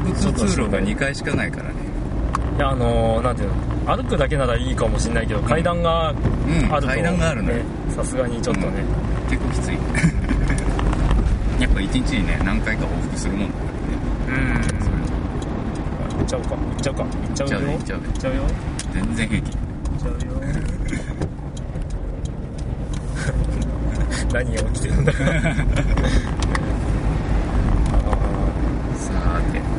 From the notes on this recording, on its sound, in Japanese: 車中で録音された物です。